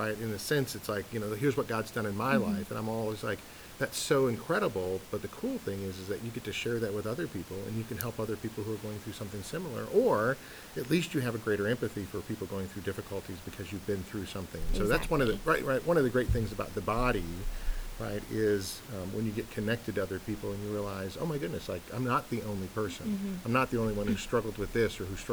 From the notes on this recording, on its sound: Please forgive the underlying static on this recording.